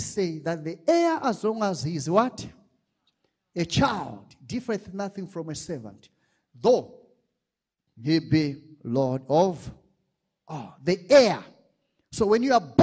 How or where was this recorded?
large echoing room